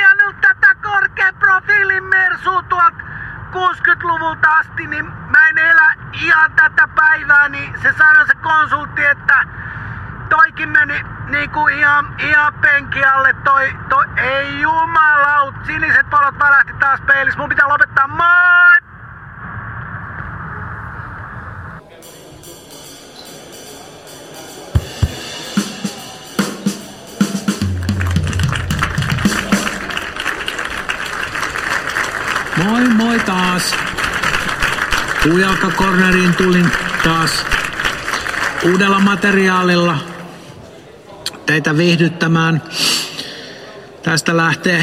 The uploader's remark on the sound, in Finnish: Puujalka-Cornerin lavalla